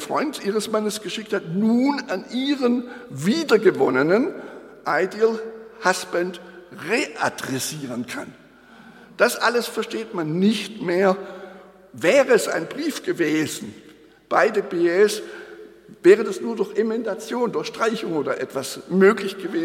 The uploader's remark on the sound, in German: Der Beitrag ist der gekürzte und moderierte Mitschnitt des Festvortrags. Anlässlich der Eröffnung des Graduiertenkollegs Kleine Formen im Tieranatomischen Theater der Humboldt-Universität zu Berlin.